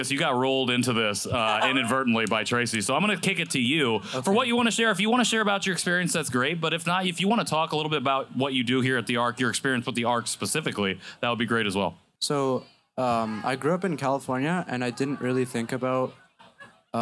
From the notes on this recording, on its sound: We're coming to you live from Purdue University to celebrate Express Fest 2023! A radio style broadcast featuring interviews and songs. Due to copyright and licensing laws we can't play the actual songs on the recording.